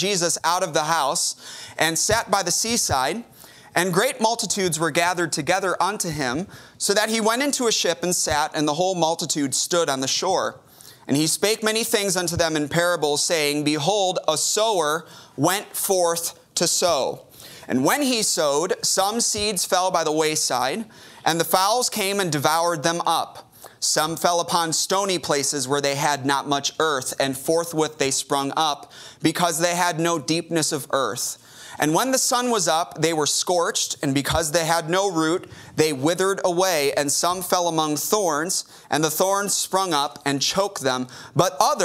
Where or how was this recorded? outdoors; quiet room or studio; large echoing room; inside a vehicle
large echoing room